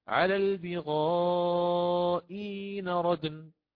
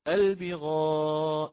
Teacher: أما الوجه الثاني مع القصر فهو بالياء المدية · Shown in: first take · فأقرأ: على البغاء إن ردن، هكذا أمد دون أحرك.